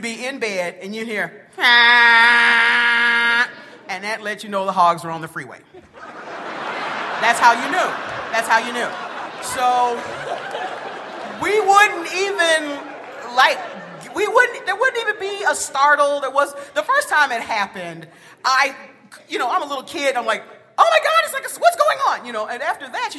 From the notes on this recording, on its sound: Live from the Cowboy Poetry Gathering.